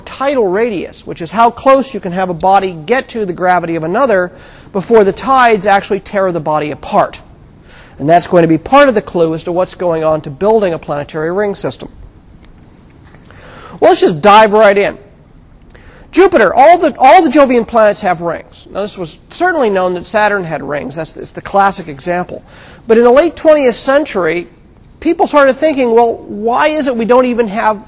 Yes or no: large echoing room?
yes